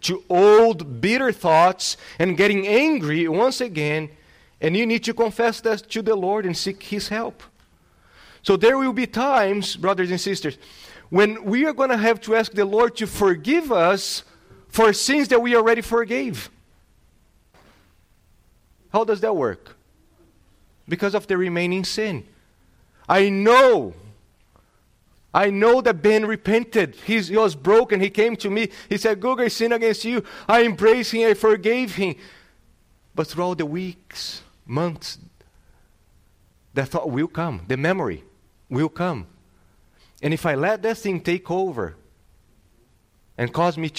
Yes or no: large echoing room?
yes